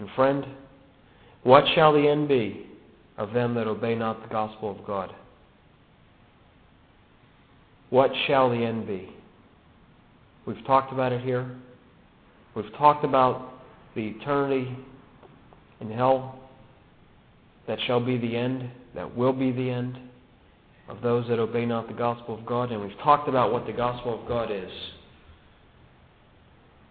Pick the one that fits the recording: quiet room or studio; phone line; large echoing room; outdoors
large echoing room